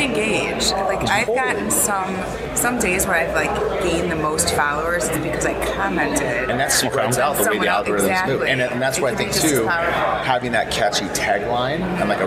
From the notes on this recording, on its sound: At the Transportation Intermediaries Association Conference in San Diego